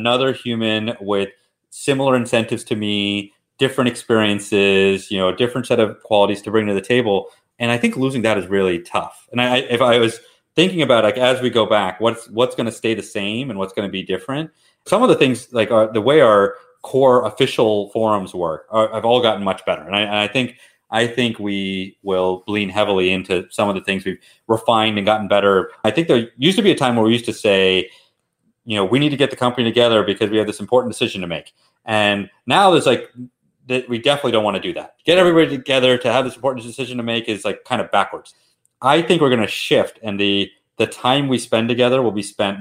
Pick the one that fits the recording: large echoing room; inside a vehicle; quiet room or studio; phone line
quiet room or studio